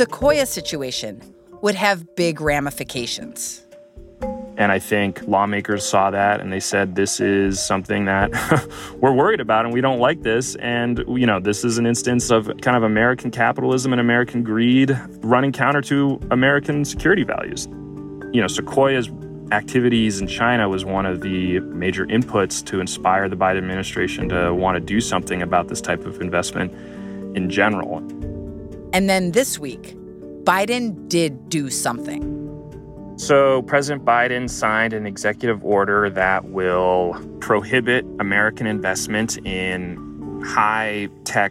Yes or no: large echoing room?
no